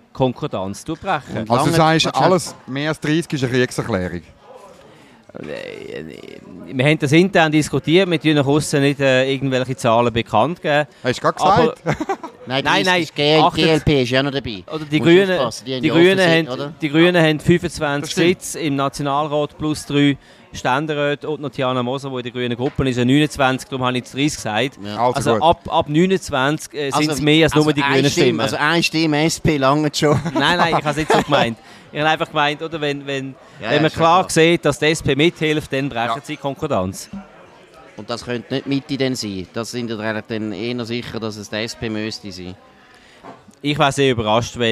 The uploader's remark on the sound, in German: Live aus der Bellevue-Bar